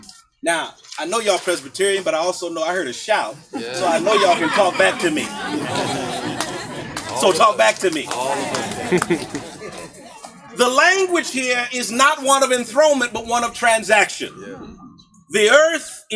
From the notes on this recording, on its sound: For our worship during Earth Week we joined Valley View Presbyterian Church to celebrate the installation of their solar panels in a large outdoor gathering.